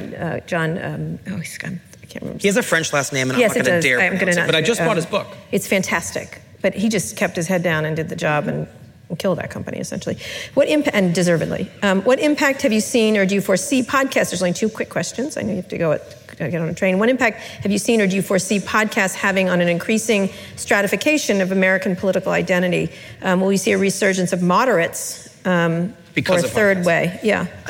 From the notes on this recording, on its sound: In front of a live audience at the 92nd Street Y in New York City.